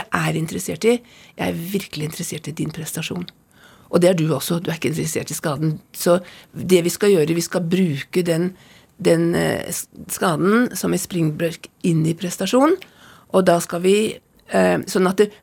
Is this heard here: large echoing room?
no